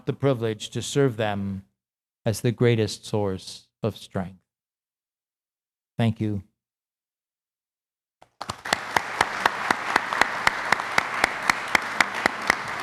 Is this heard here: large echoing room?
yes